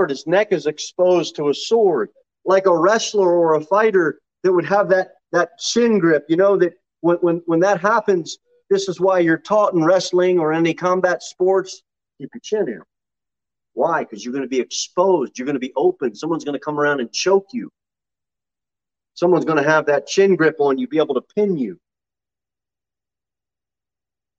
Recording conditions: large echoing room